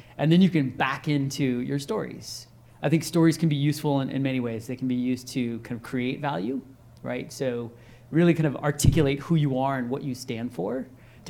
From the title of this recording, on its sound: Live at INBOUND16